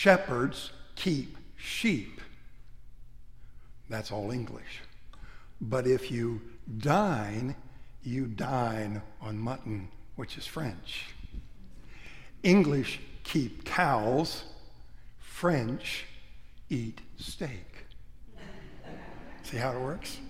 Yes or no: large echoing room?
yes